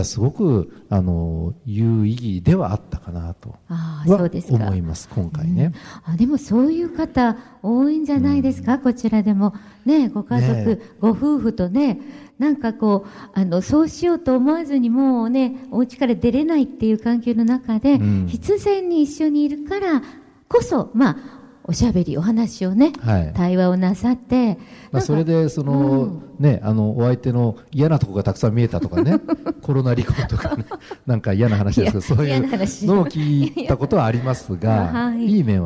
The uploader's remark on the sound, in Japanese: 公開録音「地球と共生・環境の集い2020」